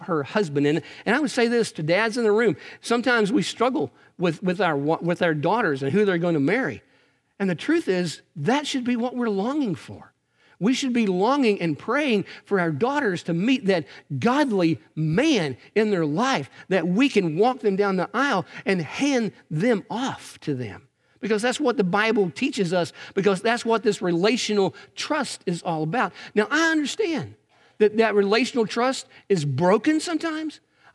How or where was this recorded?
large echoing room